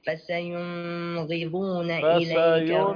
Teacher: النون مظهرة حكمها الإظهار لأن بعدها غين والغين من حروف الحلق